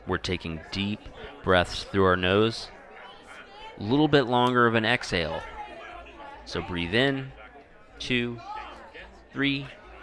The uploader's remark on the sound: Live from Taco Mac (and for a little while two different Zaxby’s)! A large sports bar takes part in a mass mindful mediation experiment.